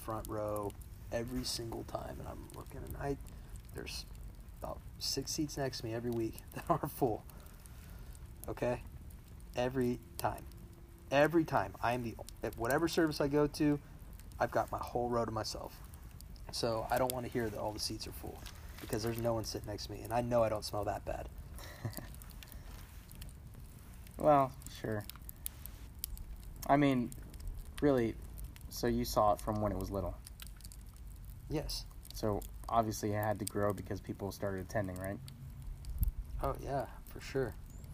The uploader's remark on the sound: travels out to the country to have a fireside chat